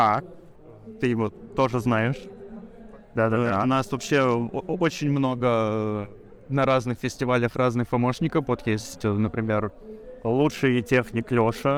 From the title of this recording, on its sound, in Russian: в выездном выпуске с Bubble Comics Con 2021